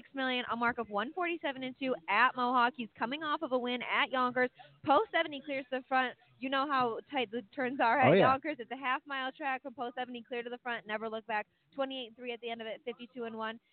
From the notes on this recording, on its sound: live from Harrah’s Hoosier Park in Anderson, Ind.